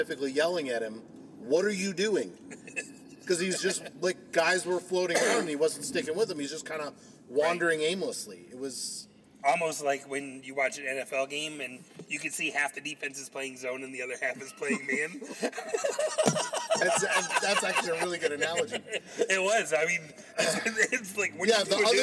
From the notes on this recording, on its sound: Record again in the car on the way to the Atlanta United Champions League game out in Kennesaw.